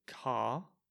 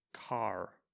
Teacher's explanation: So I would say car. Americans would say something like car, much stronger R sound · Shown in: second take